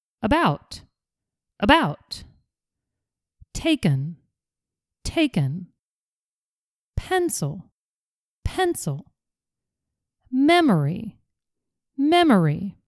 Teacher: Let's practice saying all these words again. Try to make sure that your schwa sound is shorter lower in volume, and not stressed.